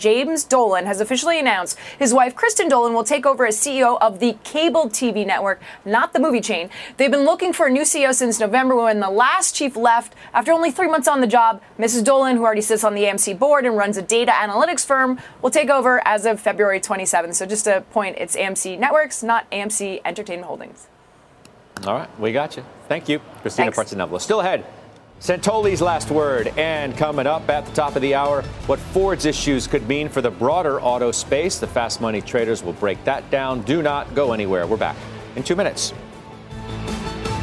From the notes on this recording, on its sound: live from the New York Stock Exchange